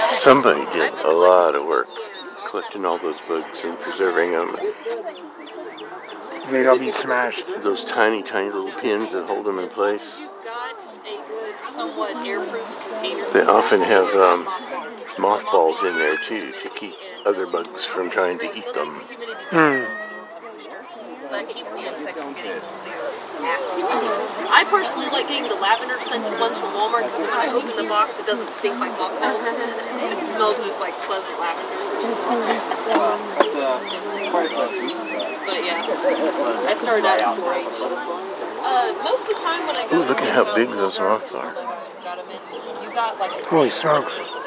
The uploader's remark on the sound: We are going Walking With Wildlife at the Great Plains Nature Center.